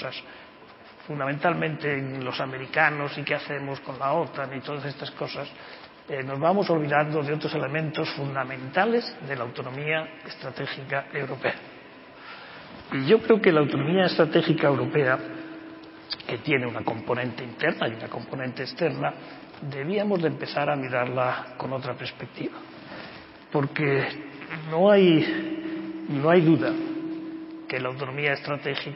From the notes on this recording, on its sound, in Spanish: Audio con las ponencias y debates que pudieron escucharse los días 29 y 30 de junio de 2021 en la sede de la Fundación Diario Madrid con motivo de la celebración del XXXIII Seminario Internacional de Seguridad y Defensa.